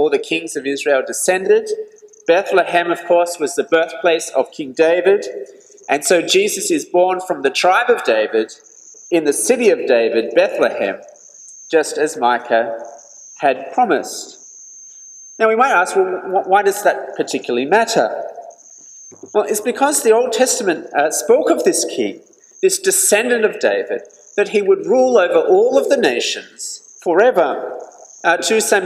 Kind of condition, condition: setting, large echoing room